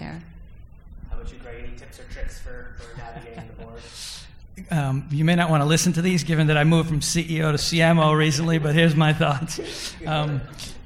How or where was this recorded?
live audience